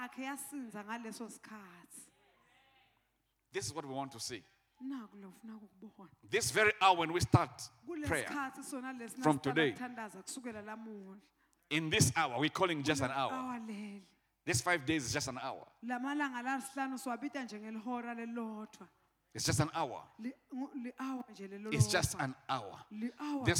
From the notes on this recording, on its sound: Recorded Live at the Apostolic Hub on February 6, 2022.